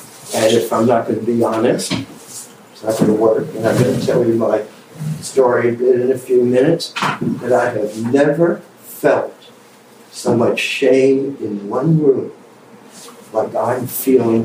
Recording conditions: poor sound quality